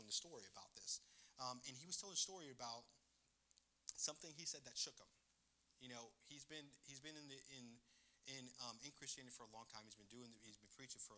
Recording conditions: large echoing room